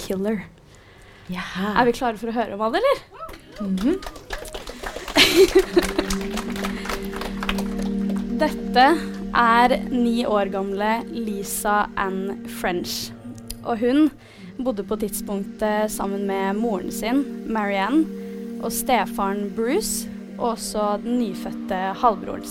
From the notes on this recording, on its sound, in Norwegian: HalloweenPsycho - Live fra Nieu Scene. Rett før Halloween i år hadde vi et liveshow. Lydopptaket fra liveshowet.